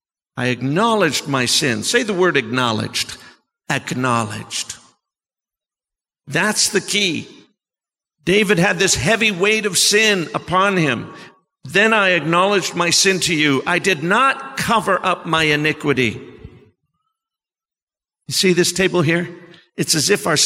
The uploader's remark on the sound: Sermon preached at CBC Shiashie Campus